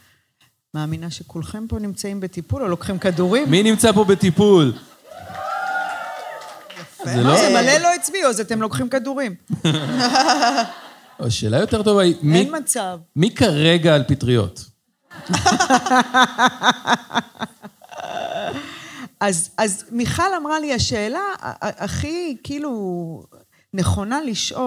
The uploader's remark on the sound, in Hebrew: פרק לייב - הגרסה המצונזרת.